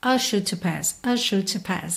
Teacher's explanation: E a mesma coisa ali no are sure to pass, principalmente lembrando que a banda … é uma banda britânica, e aí não há uma tendência de enrolar tanto os R's. Então, a gente não tem are sure to pass.